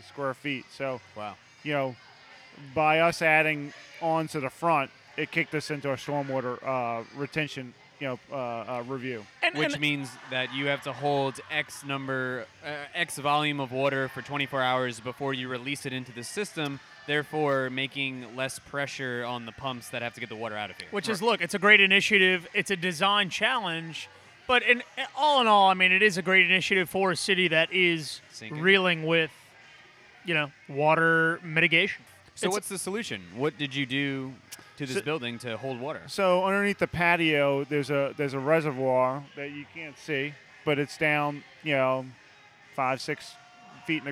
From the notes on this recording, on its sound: Go live at the Port Orleans Brewing Company in New Orleans where they podcast the Urban Land Institute's Membership Drive.